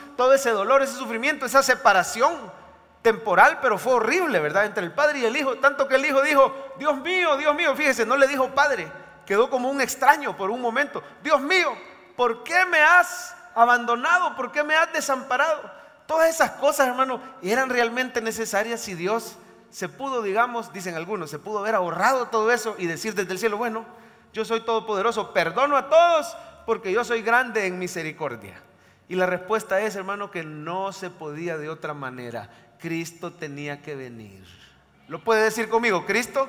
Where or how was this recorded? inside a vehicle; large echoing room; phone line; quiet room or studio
large echoing room